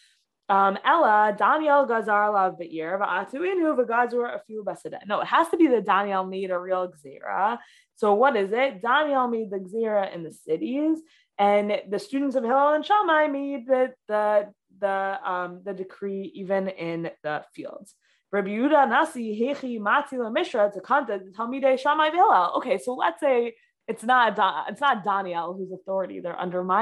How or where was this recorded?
video call